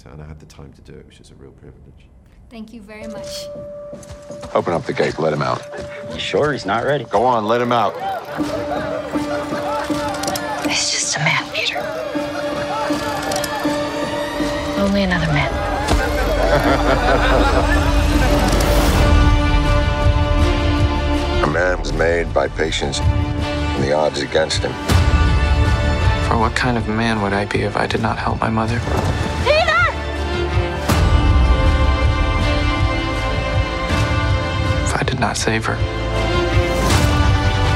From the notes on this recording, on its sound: On location at the Venice Film Festival for a segment originally aired on SVT, Swedish National Television.